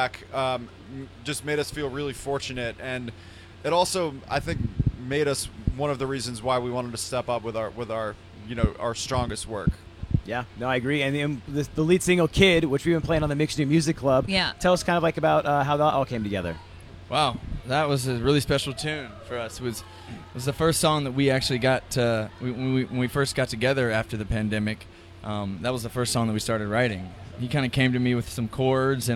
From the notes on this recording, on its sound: The Mix is live backstage at Lollapalooza 2023! Dropped by the Mix tent backstage.